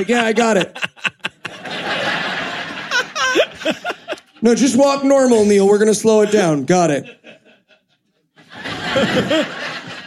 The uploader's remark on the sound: A Funny Thing Happened on the Way to the Moon LIVE from QED. This week, the gang teams up live from QED in Manchester, England.